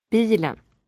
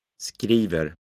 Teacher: In fact, it is as if this ending were not part of the word. These words have only one rise. This is known as accent one.